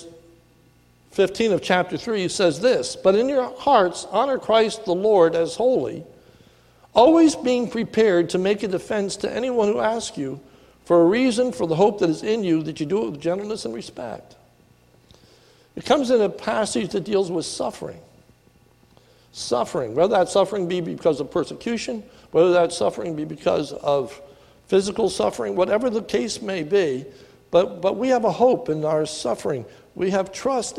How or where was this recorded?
large echoing room